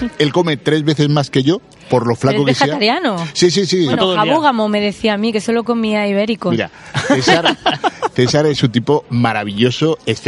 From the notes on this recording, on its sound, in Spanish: En Certamen Audiovisual de Cabra. Grabada desde la 24 edición del “Certamen de creación audiovisual de Cabra el pasado 20 y 21 de Septiembre de 2019.